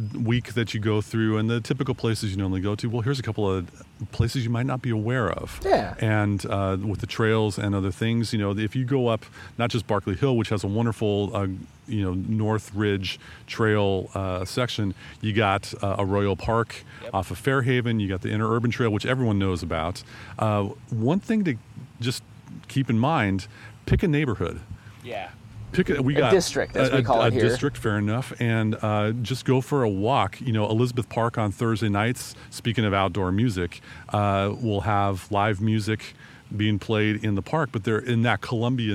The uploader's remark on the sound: Record from the great outdoors- live from the unofficial Truckbed Studios of the Bellingham Podcast. Do a test run using a slightly different podcasting setup while recording on location.